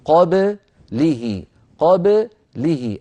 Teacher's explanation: الباء خرجت معك مائلة قليلا إلى الكسر، قابله، متأثرة بالكسرة التي بعدها، قولي هكذا: قابله، قابله، الكسر لللام وليس للباء.